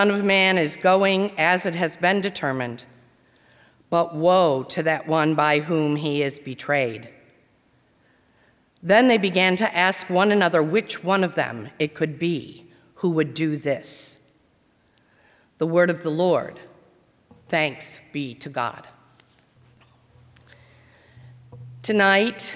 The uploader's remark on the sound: During the 7:00 PM Maundy Thursday service on Thursday April 9, 2020, at First Presbyterian Church of Arlington Heights, Illinois.